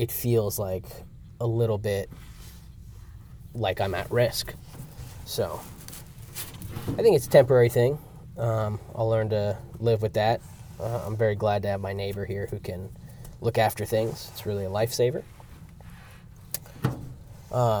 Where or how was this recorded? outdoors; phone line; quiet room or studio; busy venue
outdoors